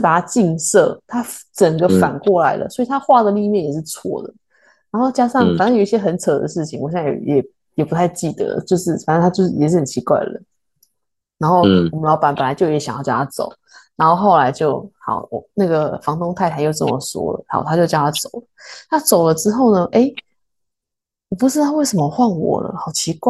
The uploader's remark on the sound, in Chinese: 第一次遠端錄音